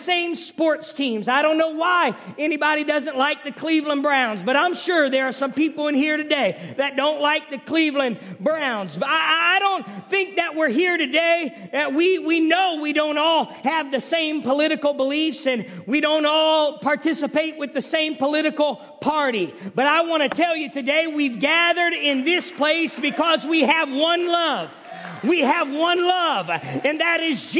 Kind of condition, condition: setting, large echoing room